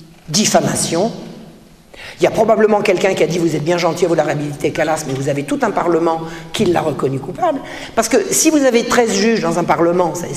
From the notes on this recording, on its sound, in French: Cette conférence fut donnée à Mulhouse suite à la parution de l’ouvrage sur Voltaire.